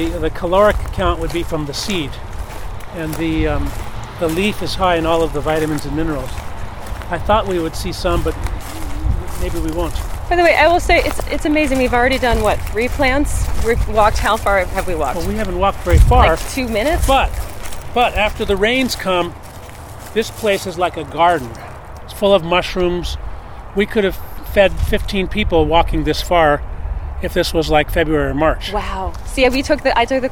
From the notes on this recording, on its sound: I step away from my Skype interview setup to head out into the urban wild